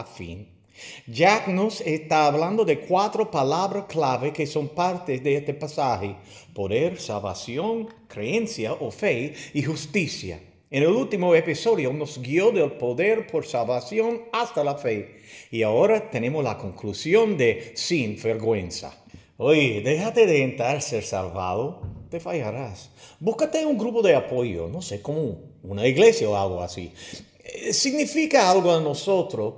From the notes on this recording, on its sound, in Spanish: Terminamos nuestra visita con la Iglesia Bautista Pine Forest de Hallsville, TX